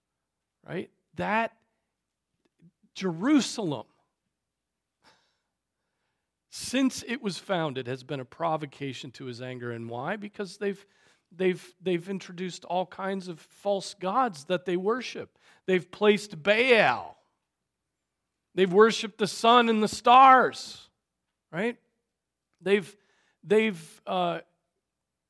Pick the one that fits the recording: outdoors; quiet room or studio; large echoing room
large echoing room